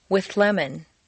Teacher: see how the TH moves back and the L moves forward to meet in a new middle position · Term: liaisons with TH combination